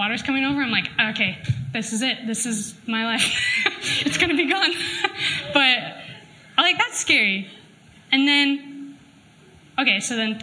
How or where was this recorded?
live audience